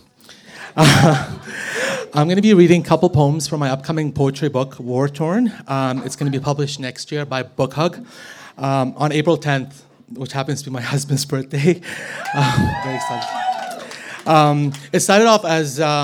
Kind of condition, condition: setting, live audience